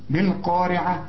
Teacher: القاف دي اعلى درجات التفخيم، والراء هنا مرققه لانها مكسوره